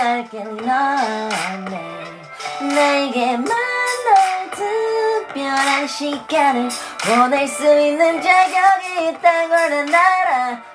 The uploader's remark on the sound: It&apos;s a one-take recroding without any edits via my phone, so please be generous with the low quality. It's a one-take recroding without any edits via my phone, so please be generous with the low quality.